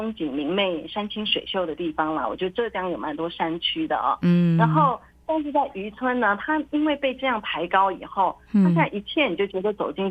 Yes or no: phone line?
yes